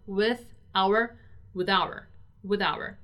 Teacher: you actually link everything so it seems like it's only one word.